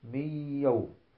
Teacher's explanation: يسمى إدغاما ناقصا لانعدام جسم النون والإبقاء على صفتها وهي الغنة